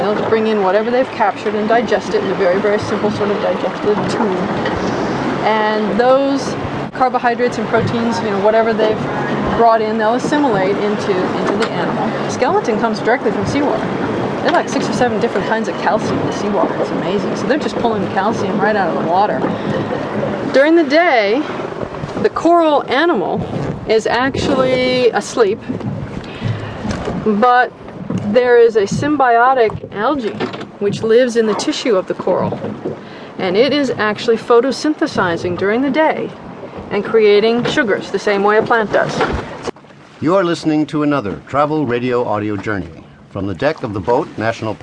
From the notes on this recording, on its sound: We go off the beaten path on horseback and in a boat. Listeners may find some minor audio issues since much of the travelogue was filmed outdoors.